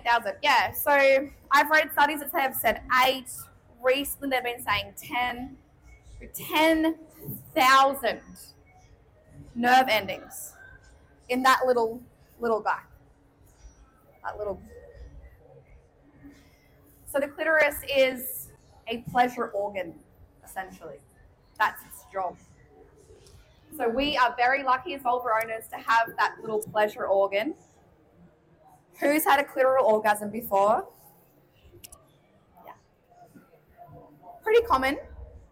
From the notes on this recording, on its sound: Live from LoveX Brisbane!